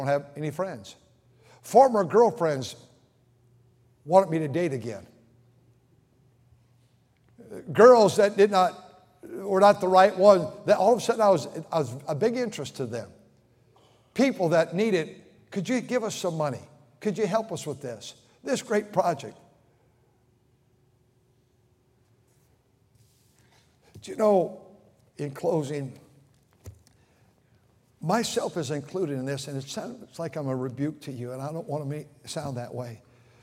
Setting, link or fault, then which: setting, large echoing room